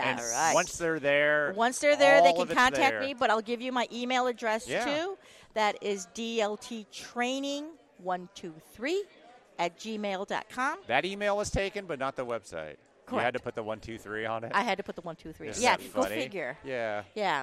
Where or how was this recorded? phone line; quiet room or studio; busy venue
busy venue